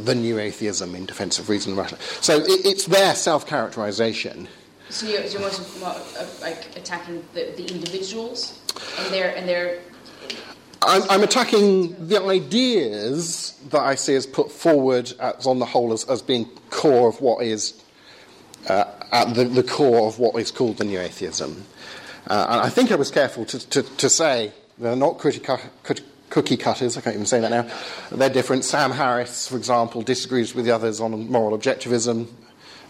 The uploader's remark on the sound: Talk with Q&A at Essex University.